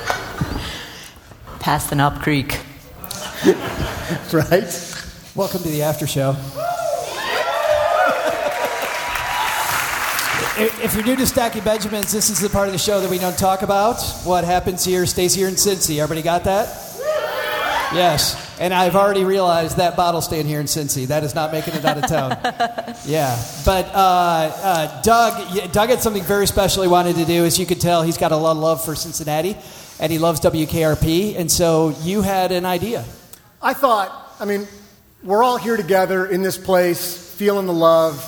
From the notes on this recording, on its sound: LIVE From EconoMe 2021. We are live today from the2021 EconoMe conference in Cincinnati.